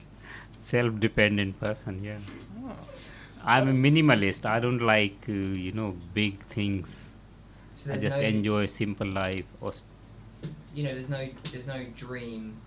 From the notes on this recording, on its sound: This episode was recorded at 52 Canoes, Edinburgh on 14th August 2017 as part of PBH's Free Fringe.